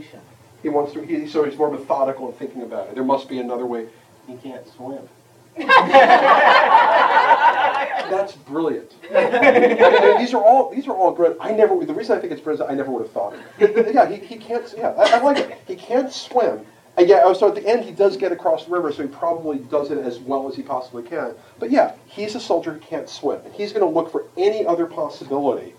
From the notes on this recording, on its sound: An excerpt from the lecture. Gave at Odyssey in the summer of 2007.